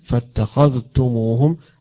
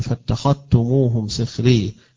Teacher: يدغمون الذال في التاء ويقرؤونها تاء · Shown in: second take · فاتخذتموهم سخري سخرية. · Term: الإدغام